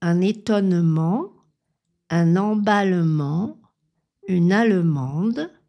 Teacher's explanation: Donc, dans les mots un étonnement, un emballement, une allemande, les doubles consonnes N, L dans ces exemples sont prononcées comme un seul son de consonne